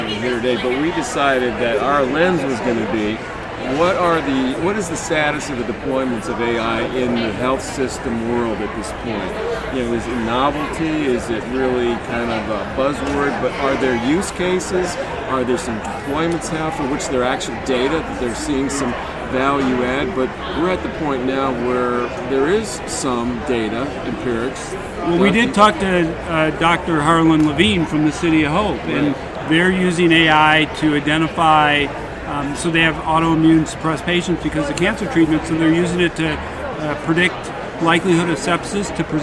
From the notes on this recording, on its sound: The conversation was recorded live in the exhibition hall at HLTH.